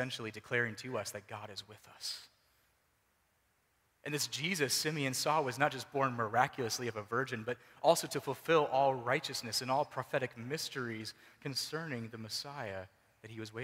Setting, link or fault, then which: setting, large echoing room